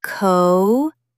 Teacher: Put the stress on the middle syllable.